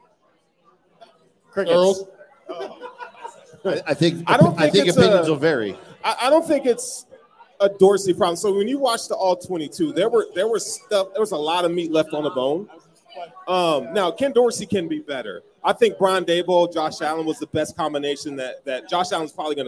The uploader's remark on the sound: Resurgence LIVE. Joined together for a live recording at Resurgence Brewing the night before the Home Opener.